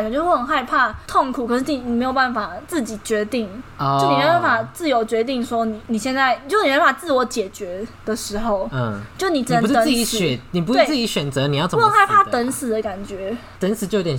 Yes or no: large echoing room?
no